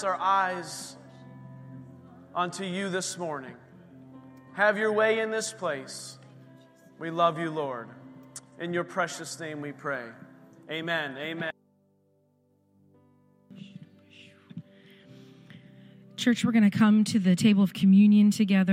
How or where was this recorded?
large echoing room